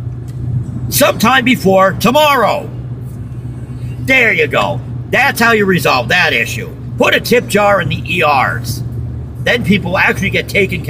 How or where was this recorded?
inside a vehicle